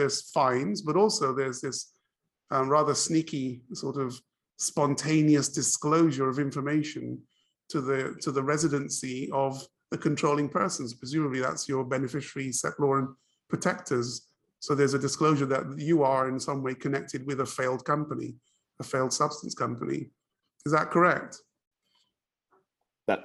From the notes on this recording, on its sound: Webinar audio recording dated 2 March 2022.